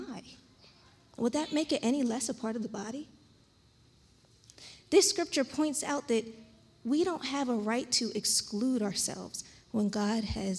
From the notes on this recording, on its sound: This JAT was recorded live on Sunday, September 19th, 2021 at Newark UPC.